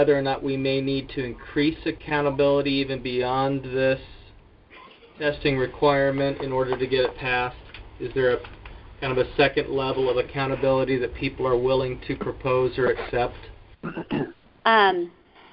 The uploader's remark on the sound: In a recording obtained by The Arizona Republic. An unscripted conference call with Christian school leaders.